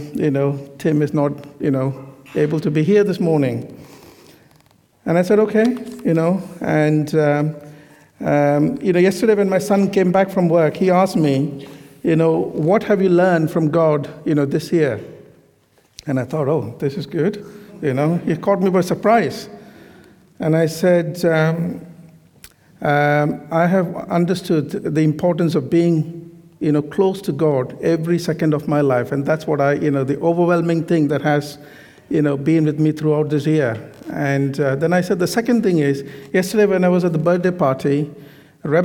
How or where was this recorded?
large echoing room